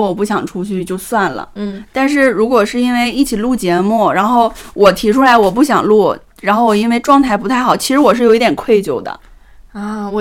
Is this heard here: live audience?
no